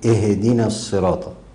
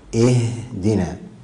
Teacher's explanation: يعني الهاء تخرج من مخرجها مع إعطائها لصفاتها، من صفات الهاء الهمس، إيه يعني الهاء النفس يجري معه · Shown in: second take